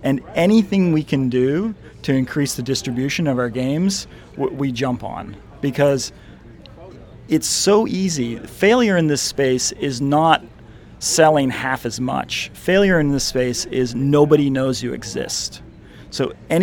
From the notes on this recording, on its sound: from the Google I/O conference in Mountain View, CA